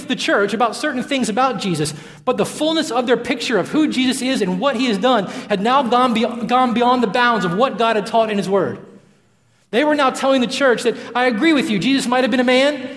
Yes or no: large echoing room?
yes